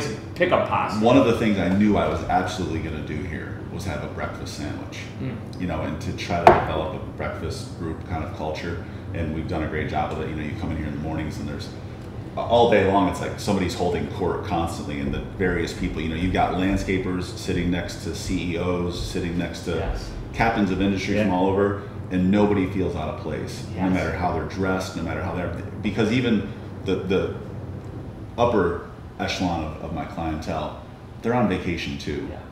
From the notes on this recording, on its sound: we recorded live, at the Olney Place